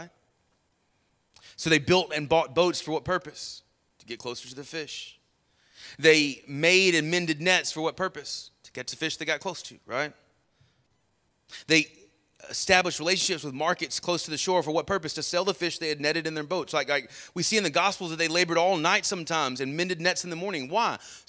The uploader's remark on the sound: Sermon Audio from our Worship service